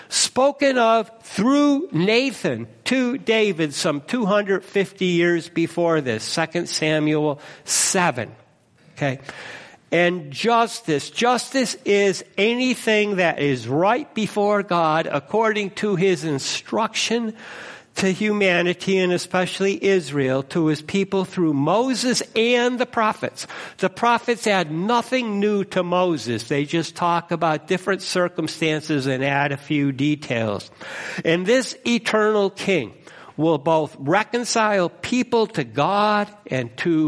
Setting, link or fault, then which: setting, large echoing room